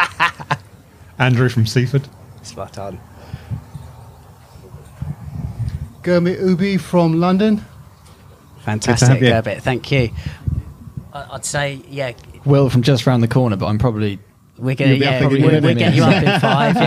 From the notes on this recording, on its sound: FlatSix show… live from Goodwood!